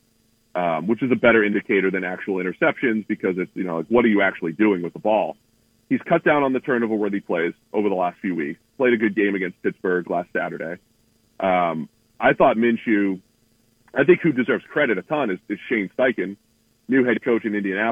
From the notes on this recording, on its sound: Joins the show on the Farm Bureau guest line talking about the rest of the NFL season live in the BankPlus Studio.